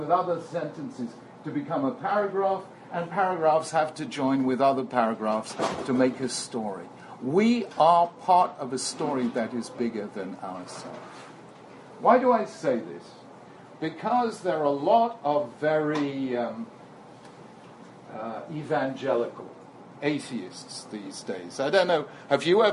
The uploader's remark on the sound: This is a recording of a talk given to Mechina students at Stern College for Women at Yeshiva University on 6th February 2014